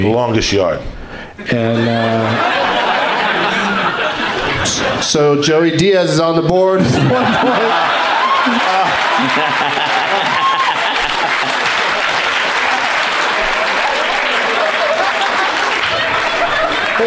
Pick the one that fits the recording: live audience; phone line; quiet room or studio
live audience